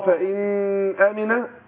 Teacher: لا أقول فإن أمن كده اديت النون غن حركتين كأنها مشددة وهي ساكنة. أقول فإن أمن إظهار.